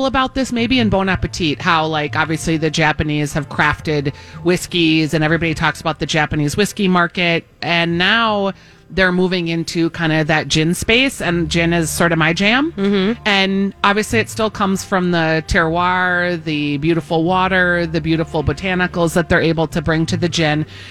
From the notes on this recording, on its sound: broadcasting live at Southern Lights